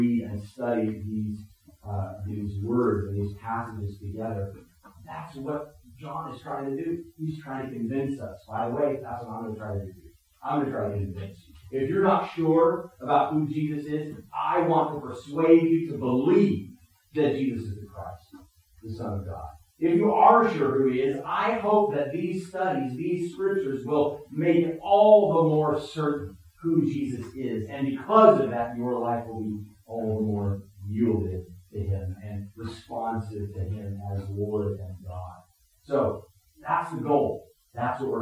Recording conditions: poor sound quality